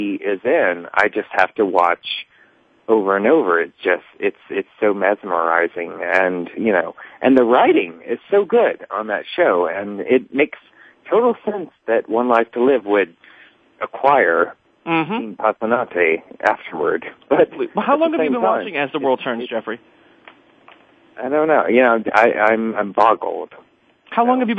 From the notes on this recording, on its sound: It's time again to open the phone lines to you